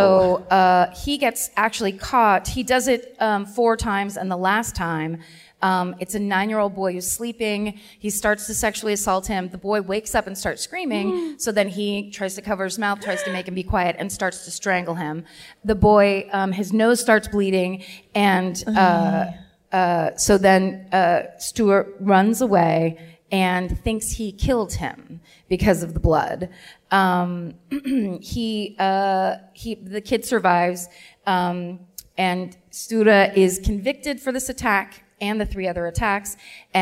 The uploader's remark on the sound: Live at the Chinateatern in Stockholm